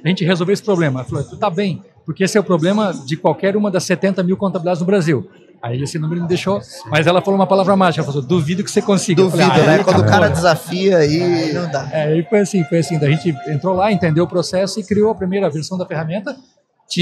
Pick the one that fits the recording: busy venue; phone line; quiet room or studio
busy venue